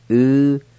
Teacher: there's a H sound right between the U and the Y at the very beginning of the first part